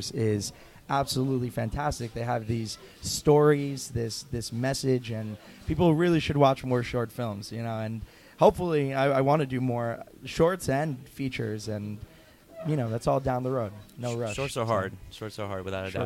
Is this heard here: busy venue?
yes